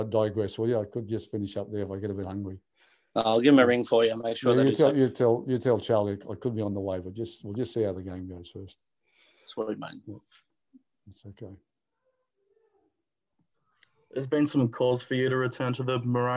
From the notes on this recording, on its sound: talks to the media via Zoom